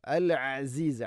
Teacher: അൽ അസീസ്, ഐൻ, തൊണ്ടയുടെ മധ്യഭാഗം. അൽ അസീസുൽ, അൽ അസീസുൽ ജബ്ബാറുൽ മുതകബ്ബിർ, മുതകബ്ബിർ എന്നല്ല, വഖഫ് ചെയ്യുമ്പോൾ മുതകബ്ബിർ, മുതകബ്ബിർ, റാഇനെ തർഖീഖ് ചെയ്യണം, നേർപ്പിച്ചുകൊണ്ട് ഉച്ചരിക്കണം.